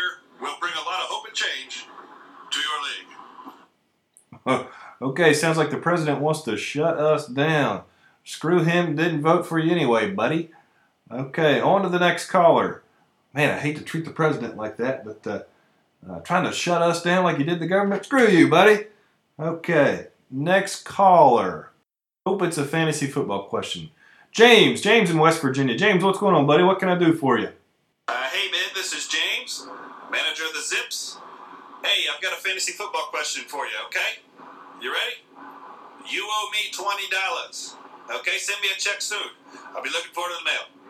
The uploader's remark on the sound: takes phone calls for the entire episode